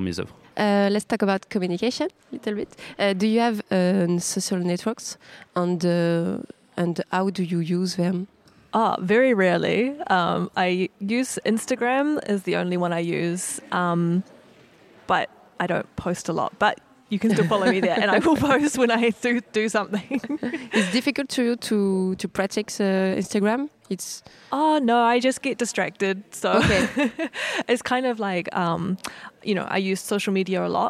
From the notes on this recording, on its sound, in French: Festival International de la BD d’Angoulême 2024. Interview au Festival International de la Bande Dessinée d'Angoulême.